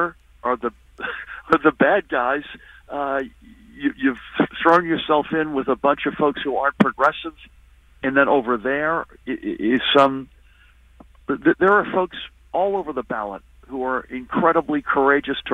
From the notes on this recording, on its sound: A live call-in special. On 93.9 FM and AM 820.